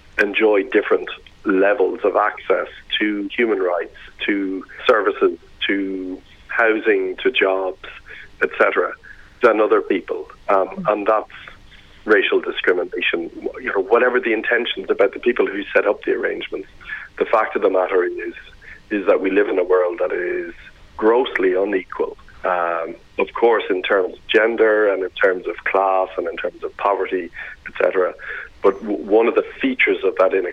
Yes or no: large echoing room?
no